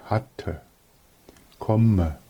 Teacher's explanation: Das Schluss-E ist ein tonloses E